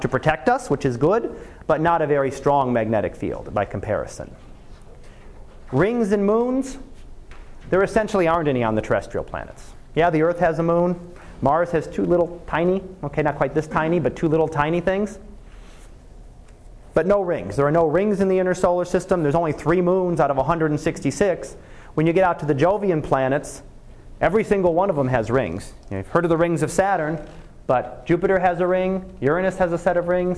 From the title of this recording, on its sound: Live Class Lecture